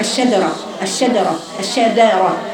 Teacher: قراءة الجيم دال، تقارب الجيم مع الدال في المخرج